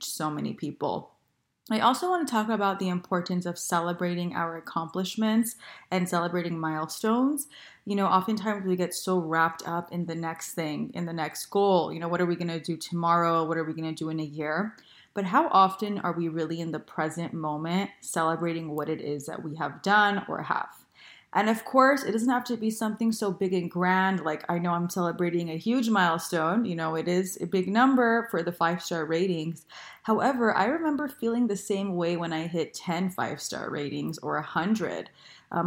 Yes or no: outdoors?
no